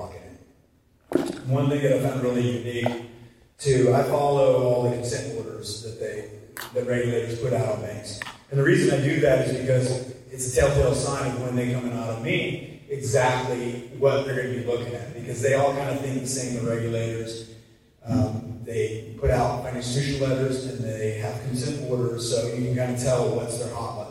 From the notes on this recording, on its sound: excerpts from his keynote speech at this year's FSPA Conference